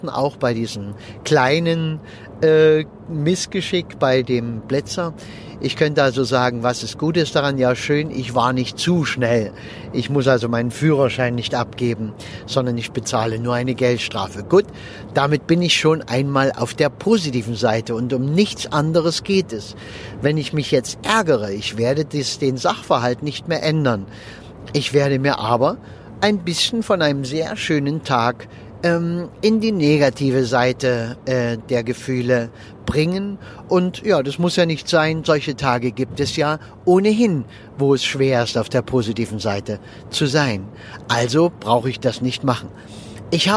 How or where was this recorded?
inside a vehicle